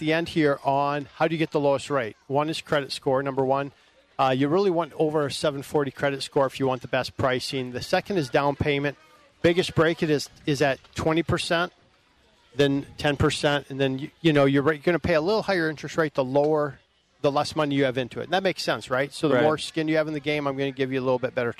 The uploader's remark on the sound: Live from the Fair